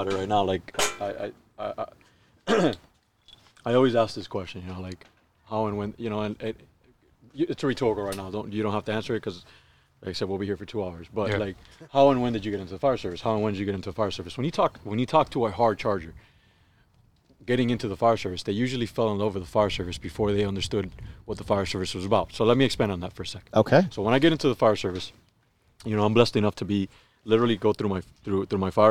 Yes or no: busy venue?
yes